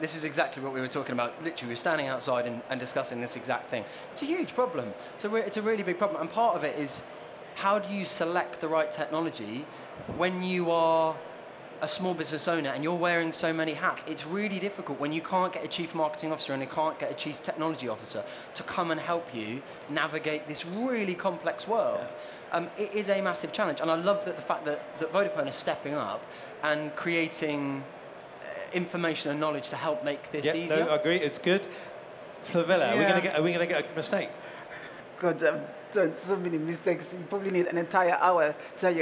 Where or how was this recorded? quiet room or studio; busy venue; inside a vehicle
busy venue